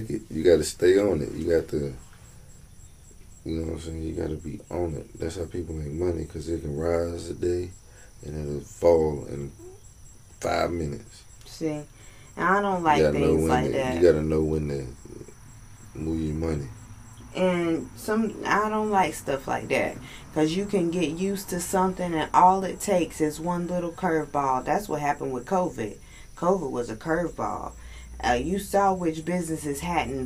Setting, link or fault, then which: setting, outdoors